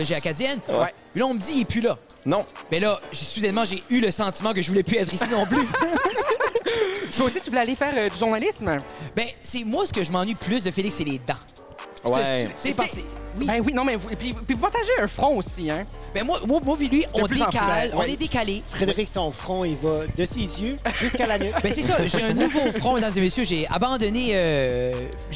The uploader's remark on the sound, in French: enregistré au 13 Barrels dans la métropole de Bathurst